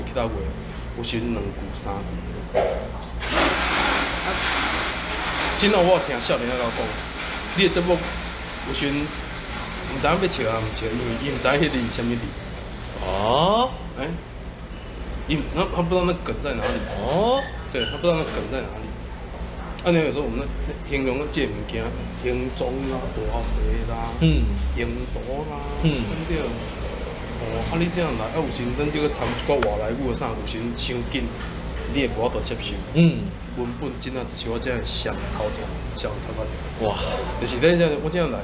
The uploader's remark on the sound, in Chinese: 錄音地點：Louisa Coffee 路易莎咖啡 台南中華店。錄音設備：Samsung S10+。